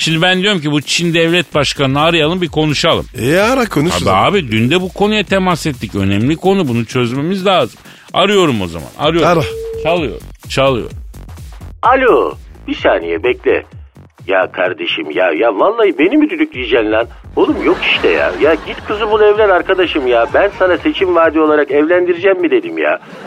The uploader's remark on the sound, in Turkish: Telefon görüşmesi. Telefon hattımızda.